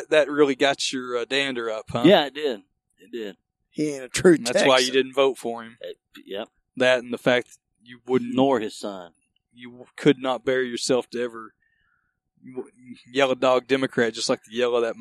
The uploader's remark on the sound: The crew sets up outdoors to record. The batteries of the recorder run out.